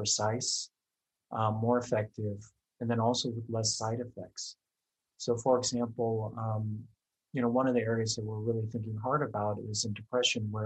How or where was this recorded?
video call